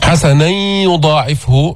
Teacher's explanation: إدغام غير مستكمل التشديد، إدغام بغنة